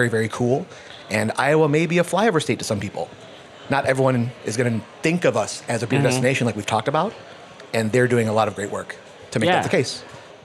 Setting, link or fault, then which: setting, busy venue